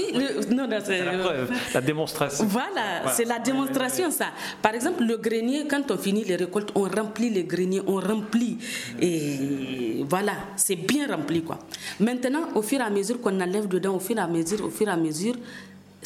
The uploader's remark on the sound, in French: Lors du 22ème Festival interculturel du conte de Chiny.